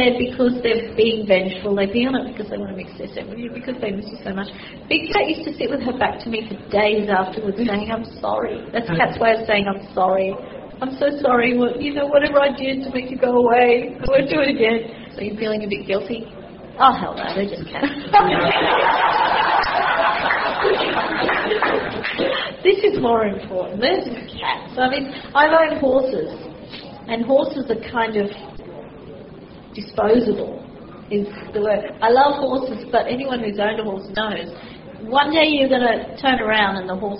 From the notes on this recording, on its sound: This weeks chat was recorded at Swancon. It is a live recording in an auditorium and while the recording is good there is some background noise. At some points members of the audience ask questions and where the mic has picked them up the production team has left them in the recording.